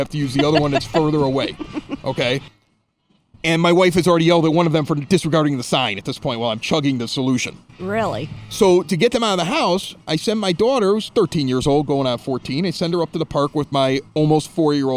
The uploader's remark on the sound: record an impromptu episode with a live crowd and turtle races at The Red Palm in Evergreen Park